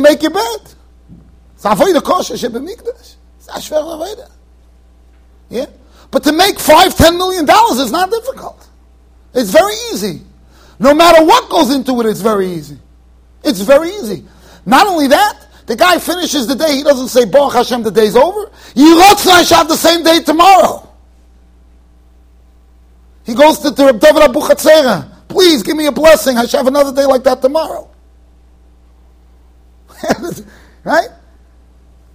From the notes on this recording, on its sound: Shiur recorded in Yeshivas Ohr Reuven, Monsey NY.